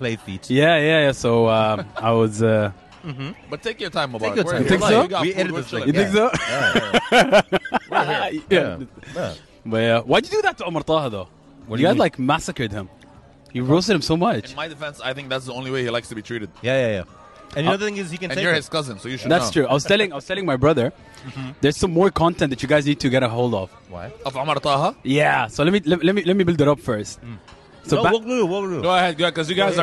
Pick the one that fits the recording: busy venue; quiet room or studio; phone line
busy venue